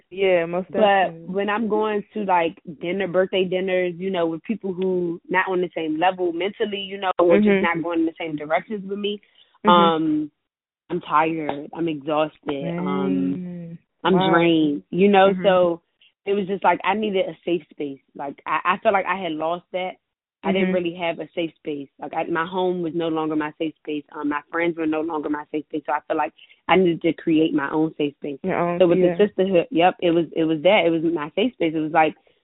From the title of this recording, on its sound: On the Phone